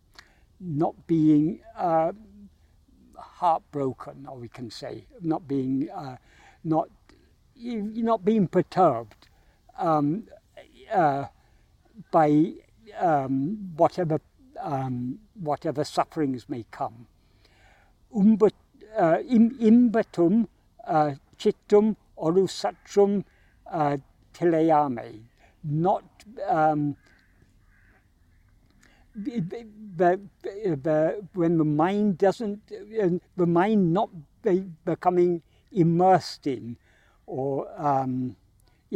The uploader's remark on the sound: In this video filmed in Kensington Gardens on 23rd May 2023.